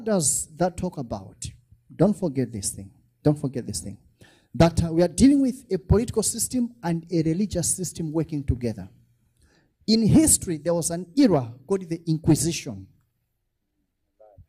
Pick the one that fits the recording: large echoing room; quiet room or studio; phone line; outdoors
large echoing room